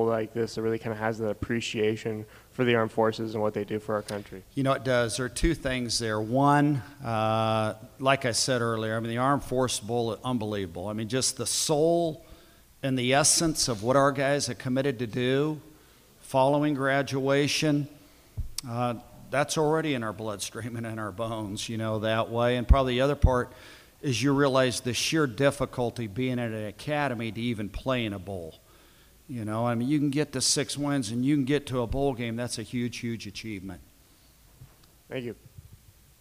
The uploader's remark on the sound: Head Coaches Press Conference - Armed Forces Bowl